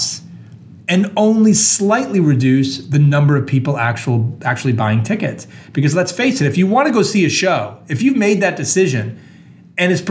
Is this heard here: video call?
no